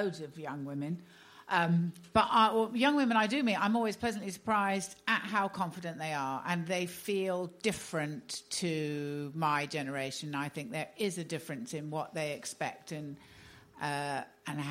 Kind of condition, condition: setting, live audience